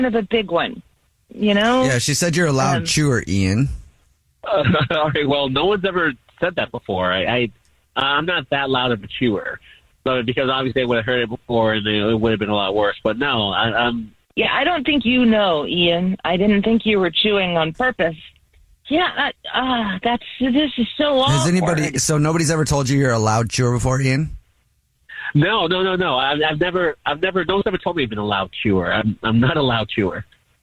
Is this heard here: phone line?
yes